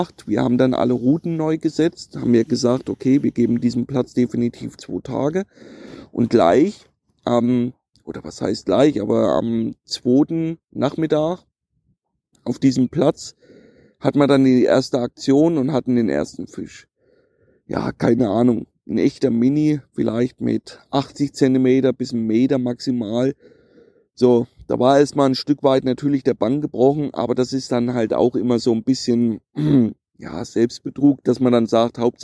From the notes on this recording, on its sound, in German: Live vom Grande Fiume Po. Werde ich nun regelmäßig live vom Wasser über meine aktuellen Touren berichten.